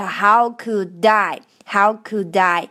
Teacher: 那这个爱会跟前面的 D 连读念成 die